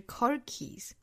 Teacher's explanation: car keys 这个词的重读应该是在 car 的位置上，它们是两个词并成了一个词，是一个复合词哈，所以不能两个词都重读，不是 carkeys，应该是 carkeys。 Hope is like car keys, easy tolose，同样 easy 呢跟刚才讲到的是一样的，两个元音都是 e，前面的长后面的短